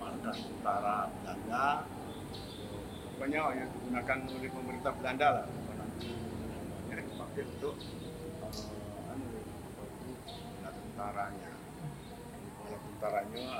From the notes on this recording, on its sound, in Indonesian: Wawancara di Museum gedung juang bekasi tahun 2016. (Mohon Maaf Gunakan Headset) Suara kurang jelas.